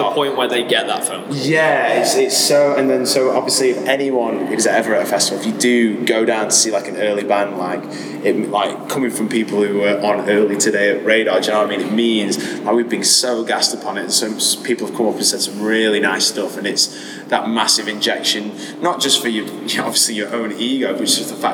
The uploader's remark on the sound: backstage at RADAR 2023 in Manchester